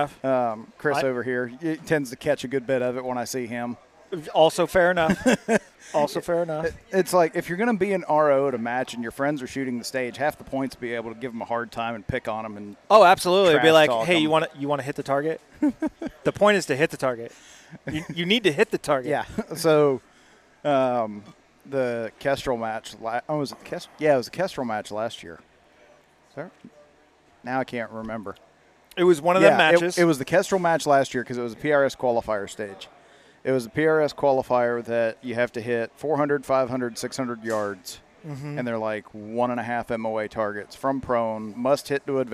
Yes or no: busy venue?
yes